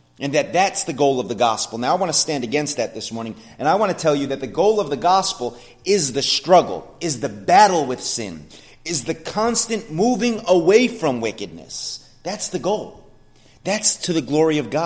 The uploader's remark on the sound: sermon at The Blue Point Bible Church